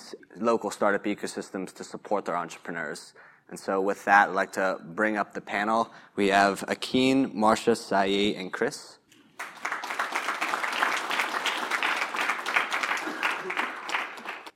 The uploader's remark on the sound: This panel session was recorded at the Trade with Africa Business Summit in Bentonville, Arkansas over the summer.